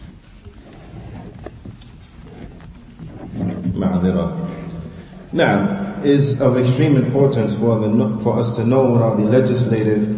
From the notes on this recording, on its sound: Lecture given at Masjid Nur Allah, Queens, NY